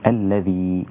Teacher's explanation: الذال طرف اللسان مع الثنايا العليا الذي، وتعطي الياء المادية حقها الذي خلق، حركتين المد الطبيعي.